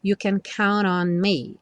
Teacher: Count on, o N já juntando o count com o on.